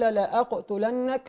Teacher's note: نراعي كذلك تفخيم القاف وعدم القلقلة